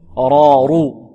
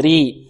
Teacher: الراء مفخمة كذلك لأنها مفتوحة